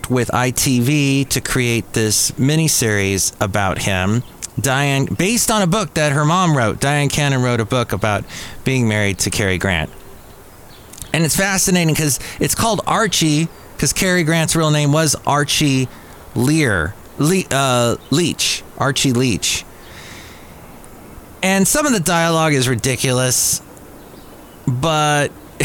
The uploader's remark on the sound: podcasts live from Café Anyway